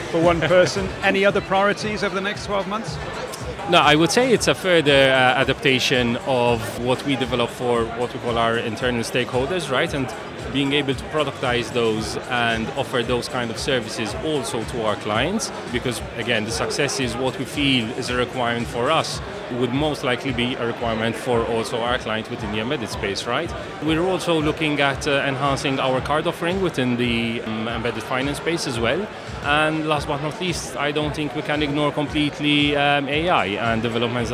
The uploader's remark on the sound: Recorded at Fintech Talents. The event took place at The Brewery, London in November where we recorded a series of interviews from Andaria's booth with a number of the speakers and attendees.